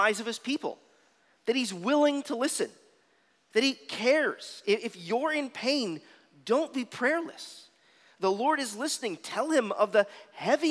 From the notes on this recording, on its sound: at Arlington Baptist Church in Arlington, Virginia